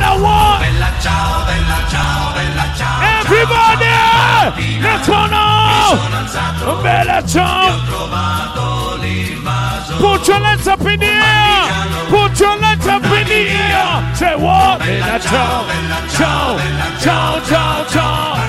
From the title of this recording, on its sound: Live at Blend Nairobi 2019